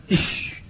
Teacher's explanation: انتشار الهواء في الفم عند النطق بالحرف، وهو متفق عليه في الشين، وبالأخص يظهر كثيرا عند سكونها إذا قلت إش، فالهواء يتفرق في الفم فيتفشى فيه، والتفشي هو الشيوع، والخبر الفاشي أي الشائع، فشى الأمر يفشو معناه شاع.